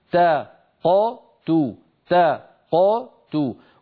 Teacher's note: تا نفتح الفم عند التاء، تا قو نقلقل القاف دون أي عمل إضافي، تو ونضم عند التاء